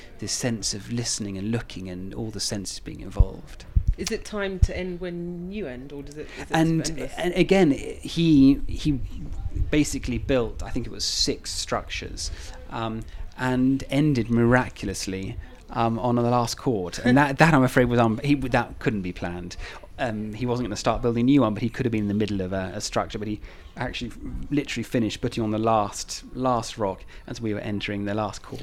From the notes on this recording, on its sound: Podcast six was recorded in the much-maligned hotel bar The Heights